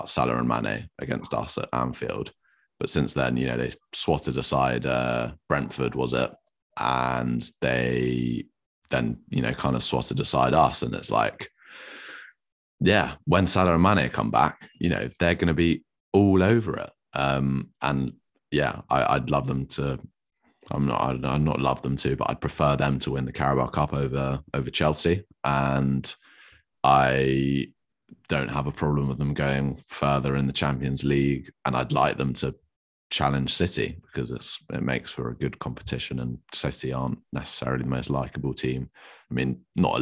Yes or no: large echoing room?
no